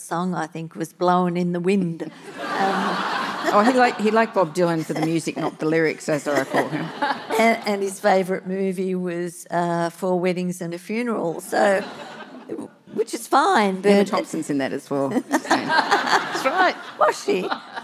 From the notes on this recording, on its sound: This episode was recorded live at the 2023 Sydney Writers’ Festival.